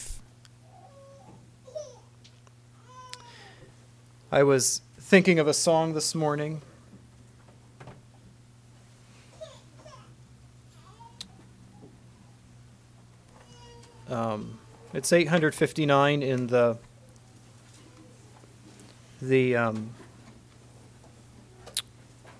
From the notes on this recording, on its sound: Message preached at Word of Hope